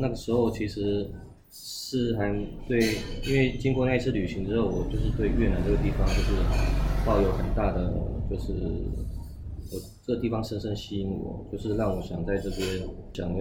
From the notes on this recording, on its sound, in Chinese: 錄音當天，我們在河內市中心還劍湖附近的一家小吃攤，錄到老闆娘來趕人為止，之後轉移陣地到另一家咖啡店，遇到了河內十多年來最大的一次暴雨，市區大淹水，在咖啡店雖然也有繼續錄音，可是收音效果極差，比之前的更爛，就不方便播出了。